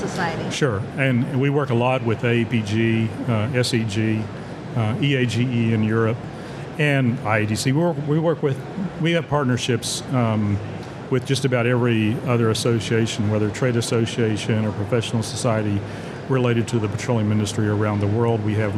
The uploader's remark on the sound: at Offshore Technology Conference 2023